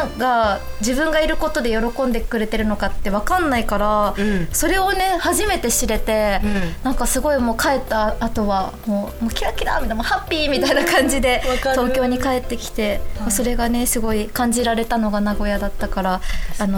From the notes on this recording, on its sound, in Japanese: 久しぶりの公開収録です！